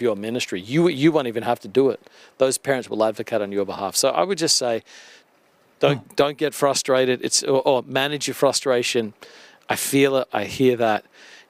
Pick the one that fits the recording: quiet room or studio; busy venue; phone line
busy venue